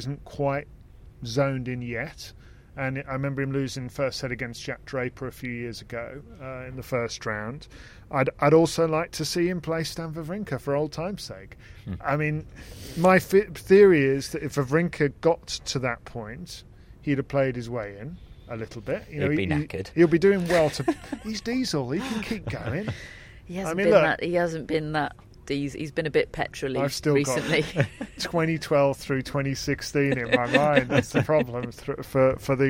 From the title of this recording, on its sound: Live from Wimbledon